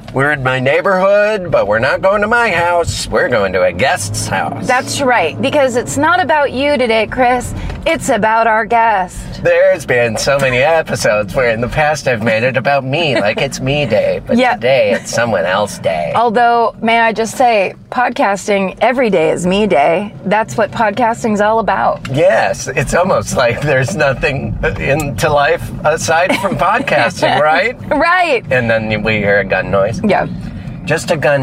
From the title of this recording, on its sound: In the Car